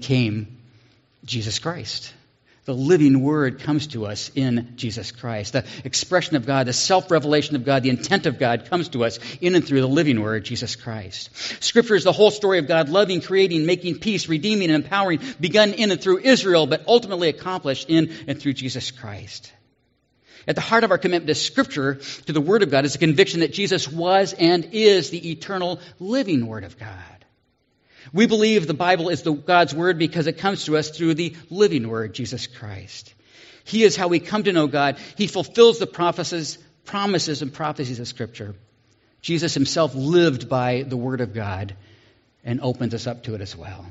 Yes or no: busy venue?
no